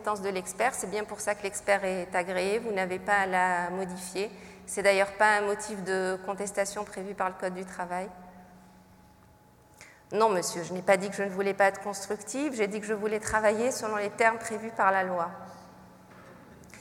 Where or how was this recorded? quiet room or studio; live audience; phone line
live audience